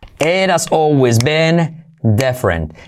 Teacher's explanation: La T de it se convierte en R suave